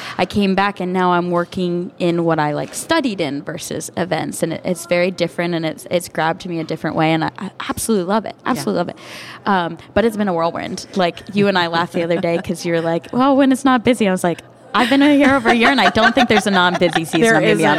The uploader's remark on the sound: This episode was recorded at Amity Coffee Roasters in Greenwood, DE, as we sipped and savored our conversation and connection over the rims of mugs!